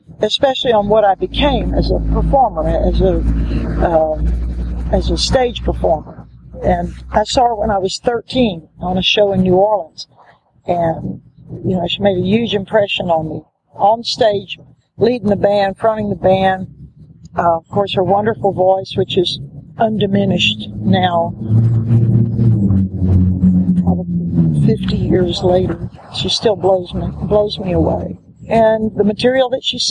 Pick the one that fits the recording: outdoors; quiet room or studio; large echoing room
outdoors